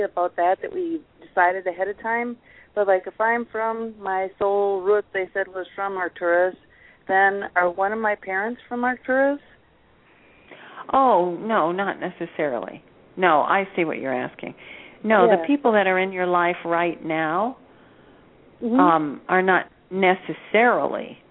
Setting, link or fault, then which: link, phone line